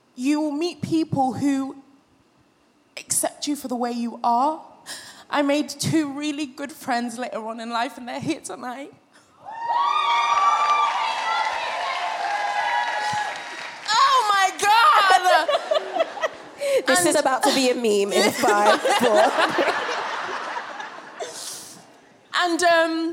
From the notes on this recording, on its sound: we’re back for act 2 at the sold-out Clapham Grand with audience confessions